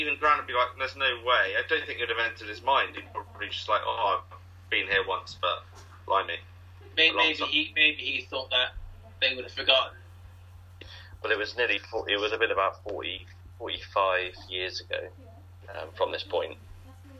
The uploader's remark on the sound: (LOCKDOWN LIVE SPECIAL). Due to lockdown, this episode was recorded using Microsoft Teams so the audio quality isn't as high as in previous episodes.